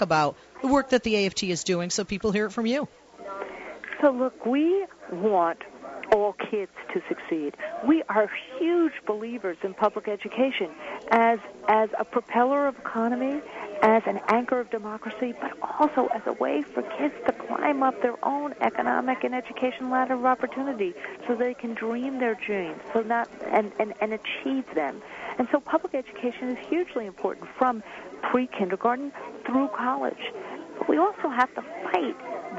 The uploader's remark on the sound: live from the American Federation of Teachers' 'TEACH 2015' Conference